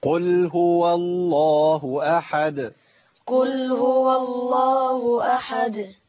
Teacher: بيان الدال مهم جدا بالقلقله · Term: الدال مقلقله